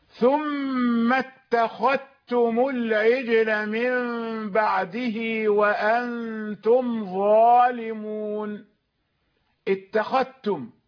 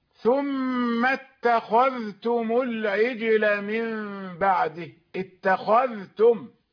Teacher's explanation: اتخذتم، هل سمعت الذال؟ لا، لم أسمعها لأني قرأت بالإدغام، إدغام الذال في التاء · Shown in: first take · فإذا قرأت بالإظهار ثم اتخذتم العجل من بعده، اتخذتم، فظهور الذال هنا يدل على أني قرأت بالإظهار، واختفاؤها يدل على أني أدغمتها في التاء بعدها.